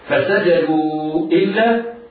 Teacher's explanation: سجدوا إلا مد منفصل مقدار مده 4 حركات عند حفص. فسجدوا إلا وسمي مدا منفصلا لانفصال السبب عن الشرط، فحرف المد في كلمة والهمز أول الكلمة التي تليها.